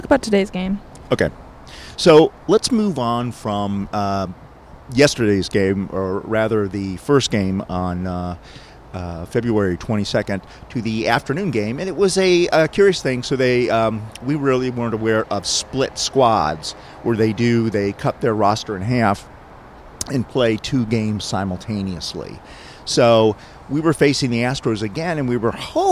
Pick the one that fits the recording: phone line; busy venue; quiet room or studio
busy venue